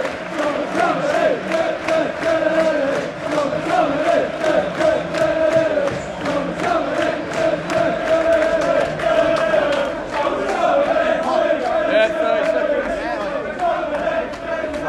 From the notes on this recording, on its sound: With sounds from Old Trafford and analysis pre-, mid- and post-match.